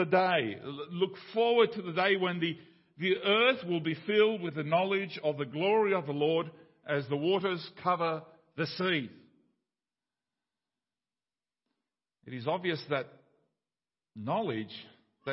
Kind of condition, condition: setting, large echoing room